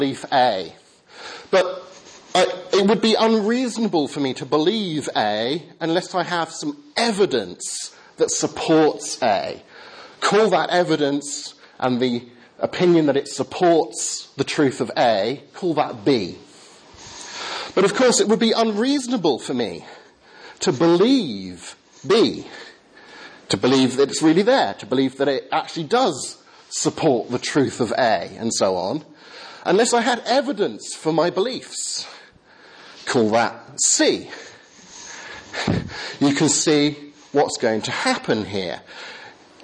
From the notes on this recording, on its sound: Lecture with Q&A. Westwoodhill Evangelical Church, East Kilbride. This event was organized by 'Scientists in Congregations Scotland'.